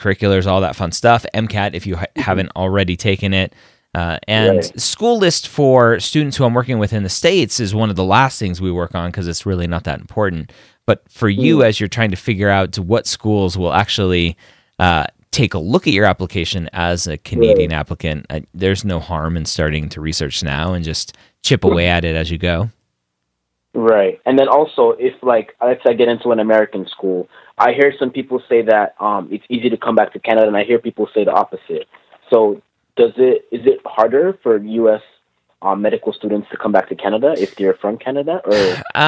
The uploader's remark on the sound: Got on the phone with several of them to answer their questions.